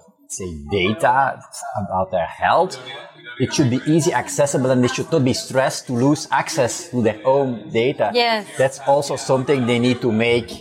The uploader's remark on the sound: This episode was recorded in Media Village at Web Summit on November 3, 2022.